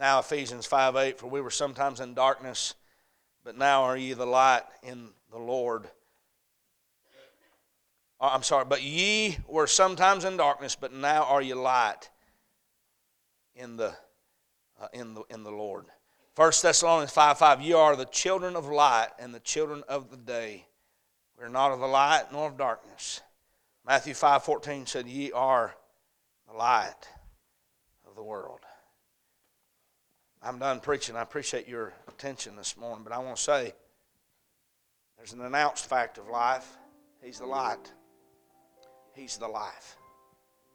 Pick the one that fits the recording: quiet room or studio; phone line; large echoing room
large echoing room